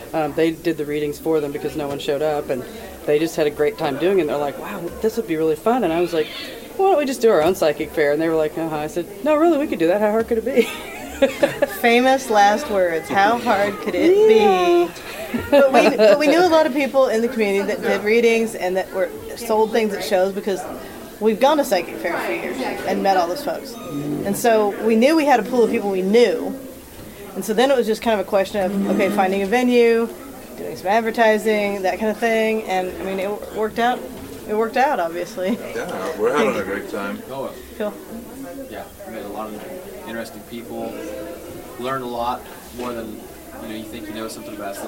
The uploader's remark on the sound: KC Metaphysical Conference Part 2. Interviews at the KC Metaphysical Conference.